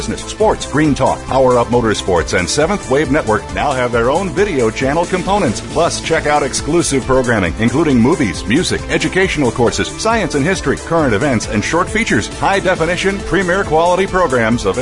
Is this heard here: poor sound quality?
no